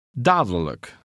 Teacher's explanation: Notice that the middle D in this word is almost silent. Also, the L-I-J-K ending is always unstressed and is pronounced look.